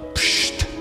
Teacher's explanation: the wonderful word which has no vowel in it